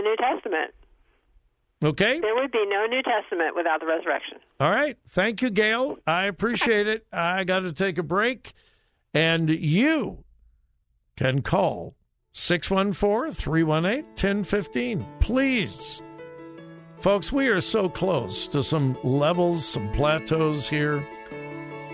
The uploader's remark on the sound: Open Phone Friday